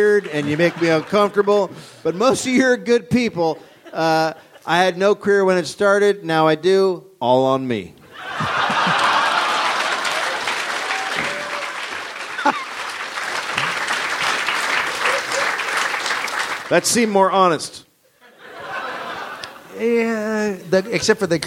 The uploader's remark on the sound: live from the Melbourne International Comedy Festival